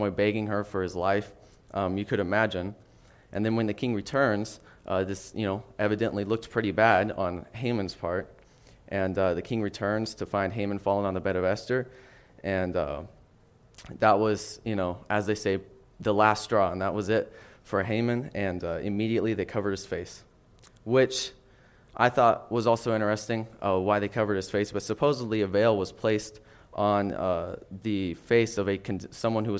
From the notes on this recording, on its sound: NOTICE: This message was originally taught and recorded at Solid Rock Bible Church.